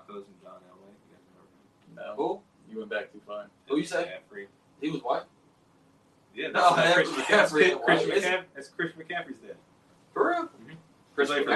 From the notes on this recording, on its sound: Our man audio cable went out on us! We apologize for the sound!